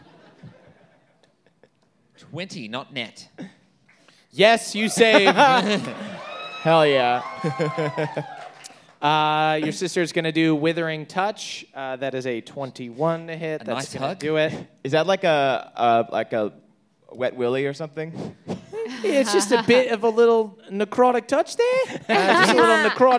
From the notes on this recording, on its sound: NADDPOD Live in Pittsburgh. Live in Crittsburgh for the last night of the Nannerfly Effect Tour!